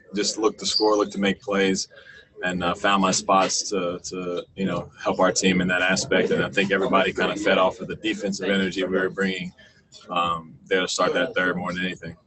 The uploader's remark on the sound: Addressed the media via Zoom conference after the Utah Jazz dropped their first exhibition 101-88 to the Phoenix Suns in Orlando.